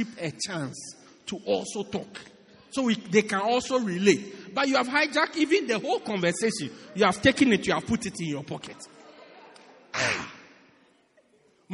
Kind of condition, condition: setting, large echoing room